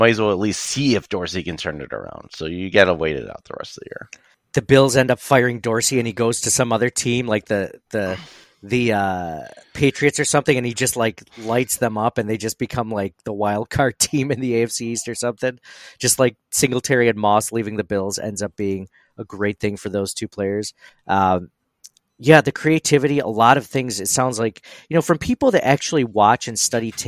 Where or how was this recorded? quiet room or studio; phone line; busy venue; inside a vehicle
quiet room or studio